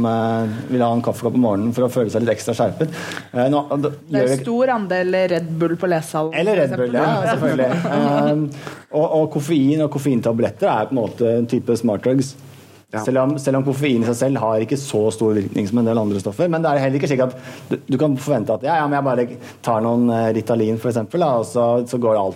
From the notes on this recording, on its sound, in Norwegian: Podcasten er spilt inn live på Blindern med publikum i salen.